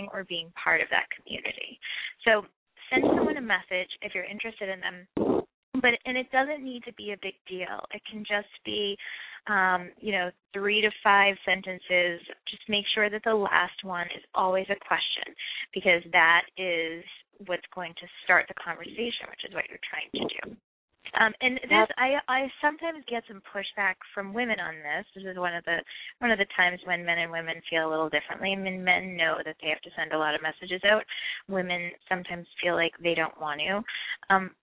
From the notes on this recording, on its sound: Call-in